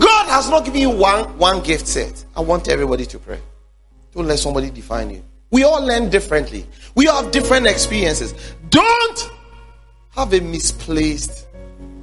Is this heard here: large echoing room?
yes